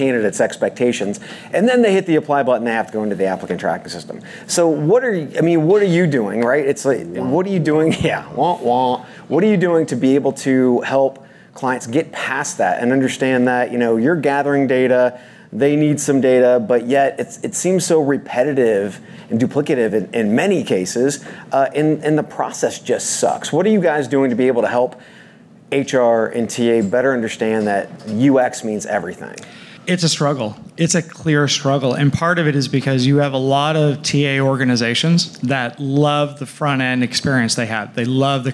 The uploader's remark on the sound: All-Star Panel, Live From TAtech in Chicago. Some of the industry’s most respected folks joined the boson stage for some good ol’ fashioned verbal jousting.